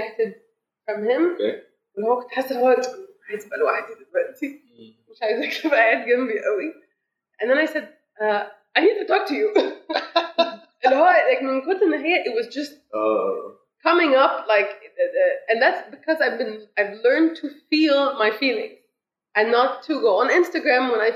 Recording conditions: poor sound quality